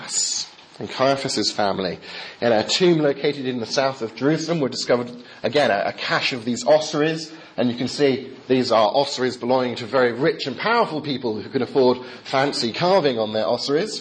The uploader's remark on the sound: Talk delivered during the Chaplaincy service at Heriot-Watt University in Scotland